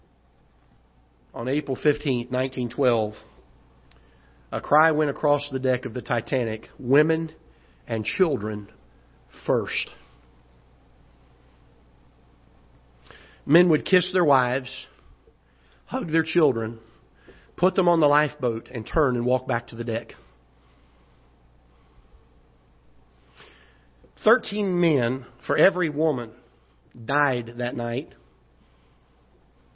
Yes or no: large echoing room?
yes